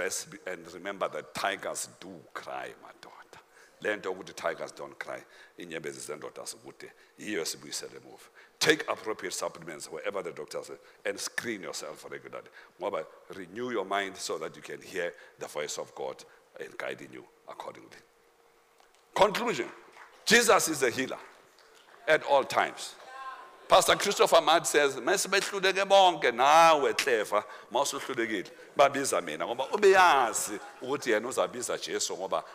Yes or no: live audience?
yes